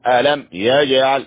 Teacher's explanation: ساكنة تبدا حرف الياء والياء من حروف الإظهار الشفوي ألم يجعل الجيم هنا في قلقلة صغرى نأتي بها القلقلة هي الاضطراب